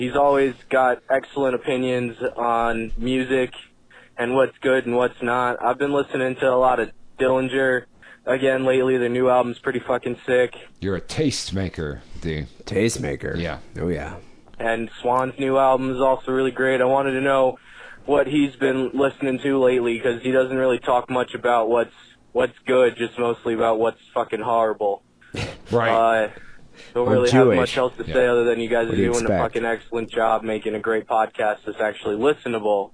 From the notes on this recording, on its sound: Phone calls.